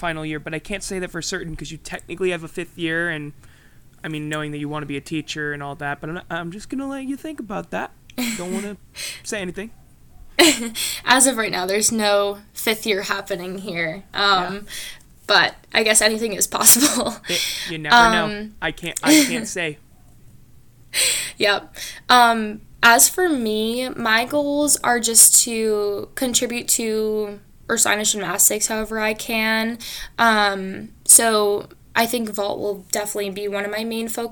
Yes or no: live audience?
no